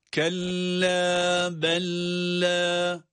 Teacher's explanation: birinci lam cezimli ancak kendisinden sonraki de lam olduğu için direkt idgam ediyoruz, ona katıyoruz, ona bağlayarak da şeddeli gibi okunuyor. Bu durumda da kella hangi kural ile hangi ölçüde okunuyorsa bella da aynı ölçüde okunmalıdır.